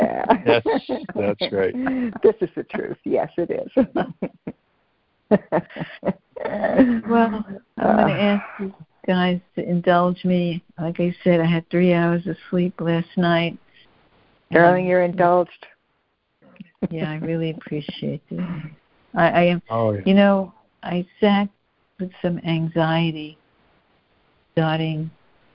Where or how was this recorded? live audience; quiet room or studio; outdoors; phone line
phone line